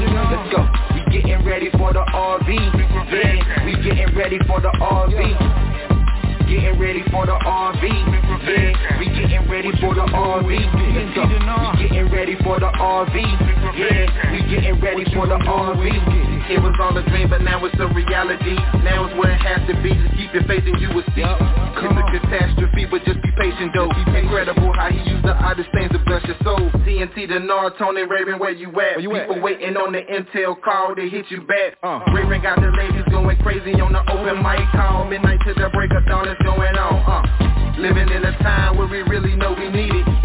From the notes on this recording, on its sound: Conference Call.